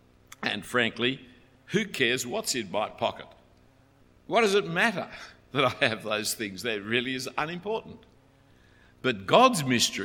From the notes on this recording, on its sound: A talk preached at St Ebbes in Oxford, UK.